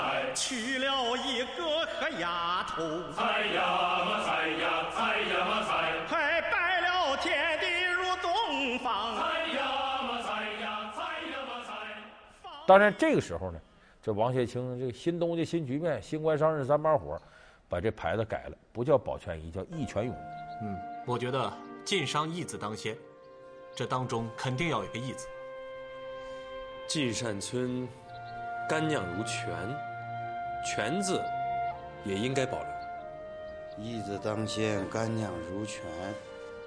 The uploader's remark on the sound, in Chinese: 還有聽故事的觀眾